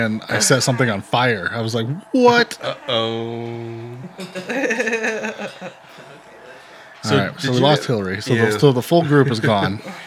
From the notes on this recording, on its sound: Another live episode. I hope we're working out the bugs.